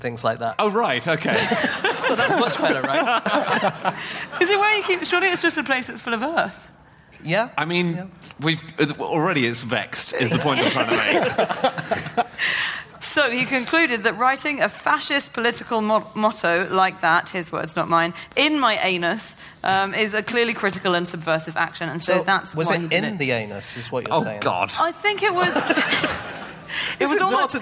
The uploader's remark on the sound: Live from the Cheltenham Literature Festival